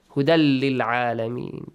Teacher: It's just an Idgham. Hudal. There is no nasal sound.